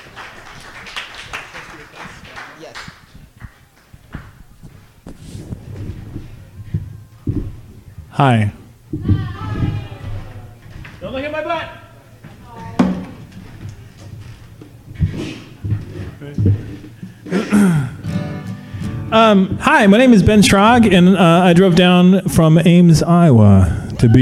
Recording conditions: busy venue